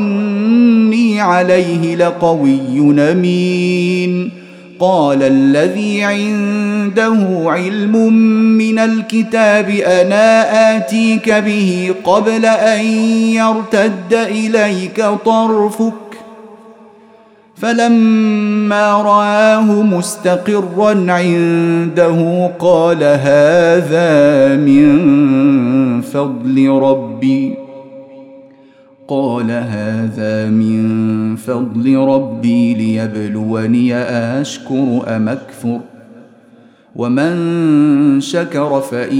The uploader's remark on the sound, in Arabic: مسجل من صلاة التراويح بمسجد السلام بحي مشرفة بجدة.